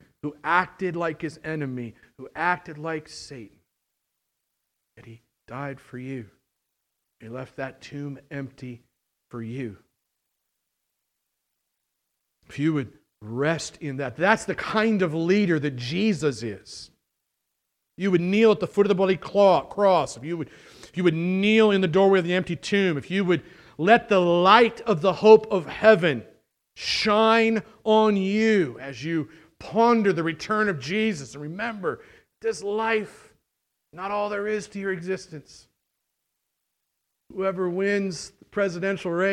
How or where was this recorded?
large echoing room